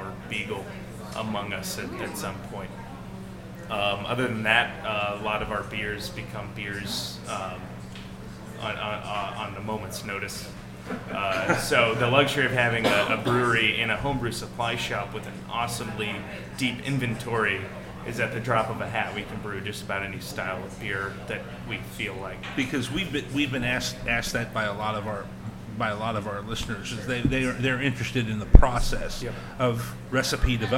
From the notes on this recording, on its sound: Live at Listermann Brewing Company! This episode of Cincy Brewcast should be done live from their hallowed taproom on Dana Avenue.